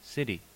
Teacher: Central vowels. The close central unrounded vowel, barred I